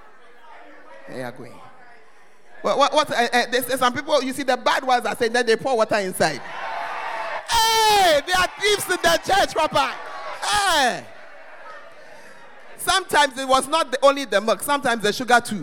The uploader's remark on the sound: Preached at First Love Center Ayeduase